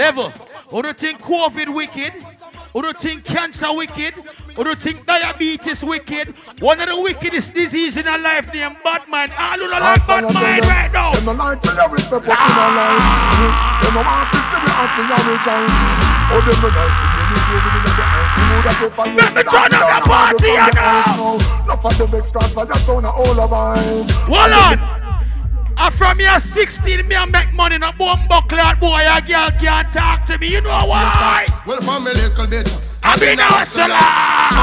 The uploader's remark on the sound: Sexy Boots Affair "Grown & Sexy" Live in LA